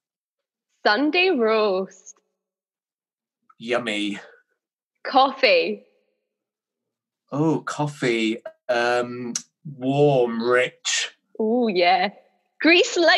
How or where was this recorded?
video call